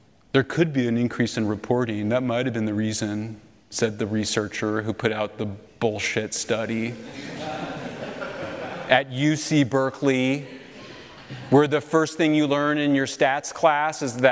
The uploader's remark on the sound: Lecture At University of Austin